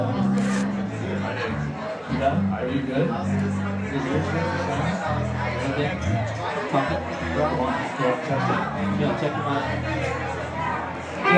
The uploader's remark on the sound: Live from Bombay Bar & Grill In Ventura, CA. With a sound check!